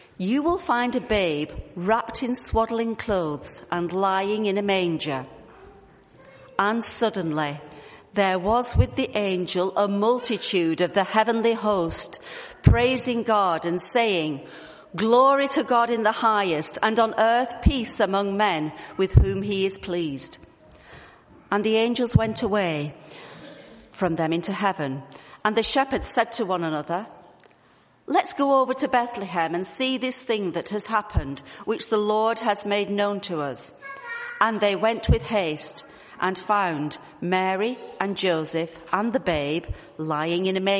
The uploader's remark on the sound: This was a family service